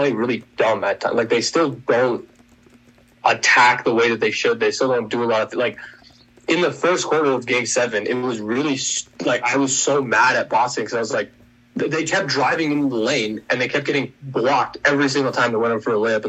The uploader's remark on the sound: Unfortunately we had limited recording time on Zoom.